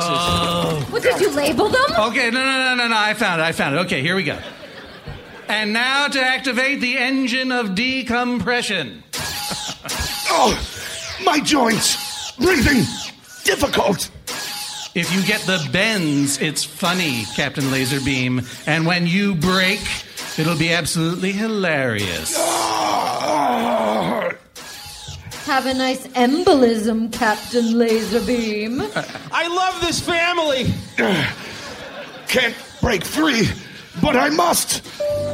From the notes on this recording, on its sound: Recorded Live 1/21/2012 at the Marines Memorial Theater, SF SketchFest.